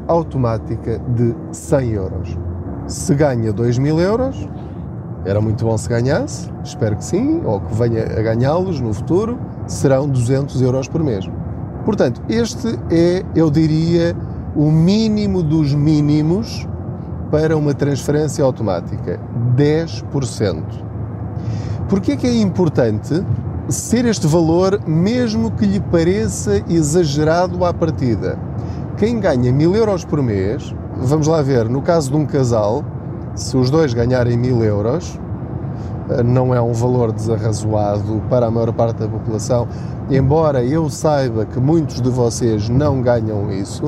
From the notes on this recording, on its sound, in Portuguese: Não ligue aos barulhos da viagem.